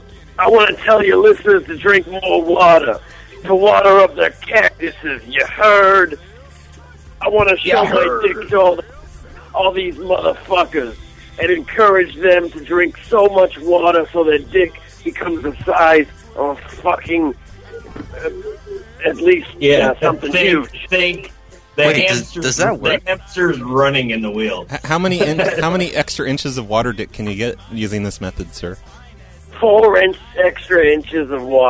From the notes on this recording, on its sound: Prank Phone Calls Collection